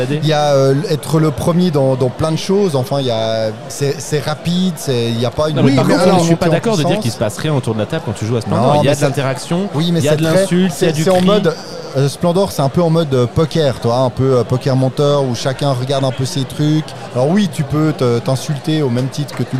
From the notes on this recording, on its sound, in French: Enregistre en direct depuis le festival Ludesco.